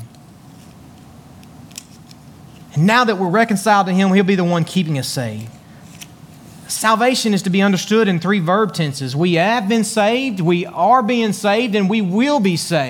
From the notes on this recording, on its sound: Join us today from Beaver Baptist Church in Brighton, Tn.